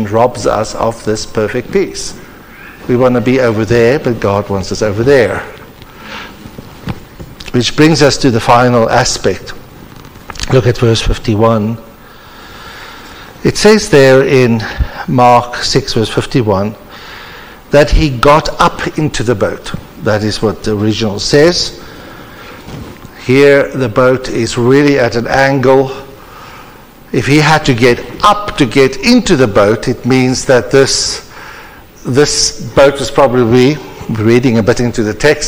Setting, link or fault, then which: setting, large echoing room